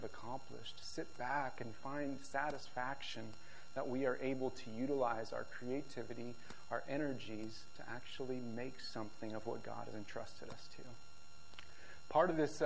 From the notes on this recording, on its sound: This video message was recorded on February 19, 2023, at View Ridge Middle School in Ridgefield, Wa.